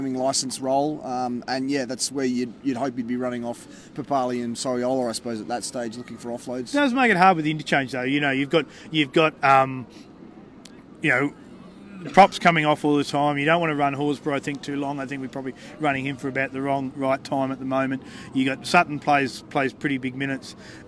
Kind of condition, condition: setting, busy venue